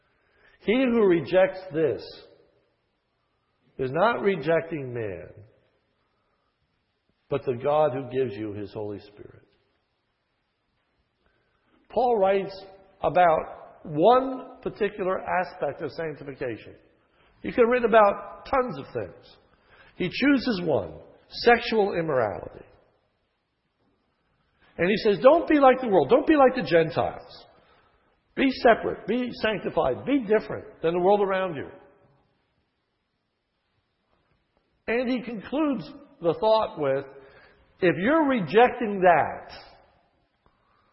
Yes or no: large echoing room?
yes